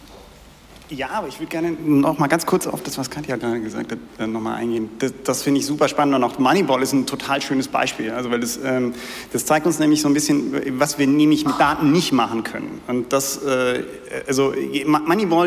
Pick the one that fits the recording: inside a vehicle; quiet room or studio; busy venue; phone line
busy venue